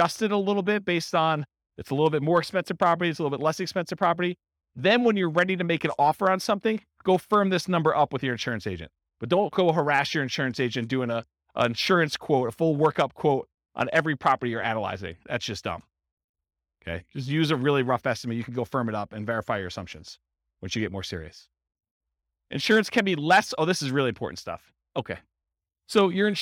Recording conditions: live audience